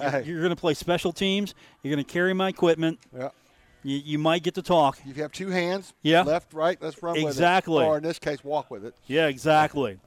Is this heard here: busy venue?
yes